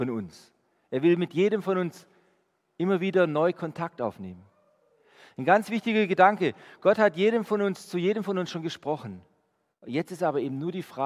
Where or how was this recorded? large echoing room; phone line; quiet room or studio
large echoing room